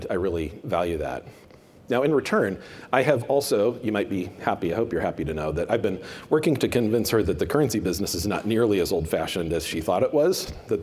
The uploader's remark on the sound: a presentation from the Banknote and Currency Conference